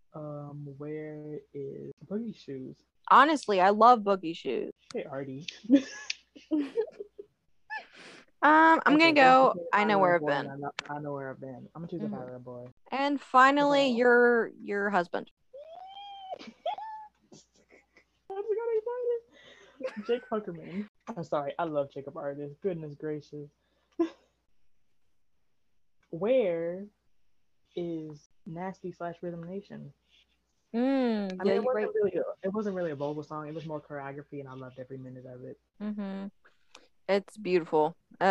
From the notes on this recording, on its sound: We apologize for the audio mishaps, we try our best to edit them out but we are a work in progress.